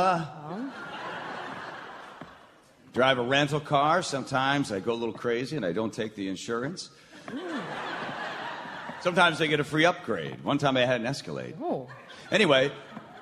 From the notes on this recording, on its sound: Seattle Radio Theatre , KIRO Radio , and Town Hall Seattle present a lighthearted parody of those holiday movies made by a certain greeting card company. This is a recording of a live performance.